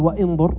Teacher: لاحظ كأن الواو اتصلت بالنون · Term: همزة وصل